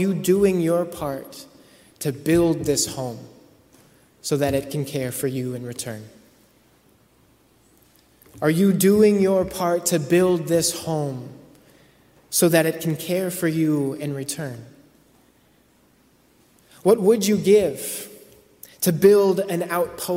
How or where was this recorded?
large echoing room